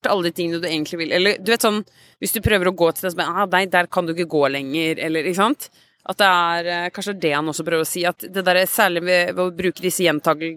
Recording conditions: outdoors